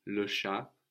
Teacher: So CH mostly gives us sh in French.